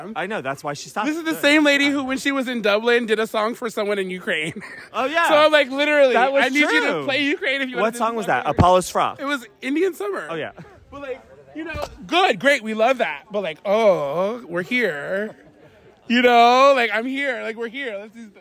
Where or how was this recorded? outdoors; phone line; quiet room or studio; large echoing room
outdoors